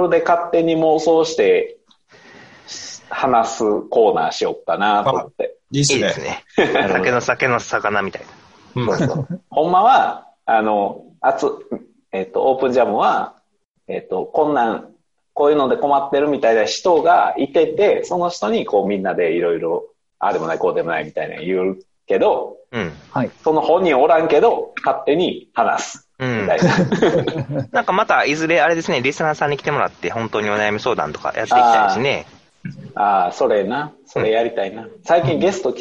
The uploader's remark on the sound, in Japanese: 今回も Zoom によるリモート収録です。